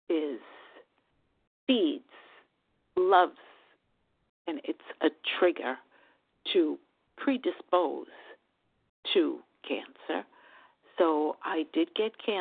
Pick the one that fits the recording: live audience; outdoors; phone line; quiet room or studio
phone line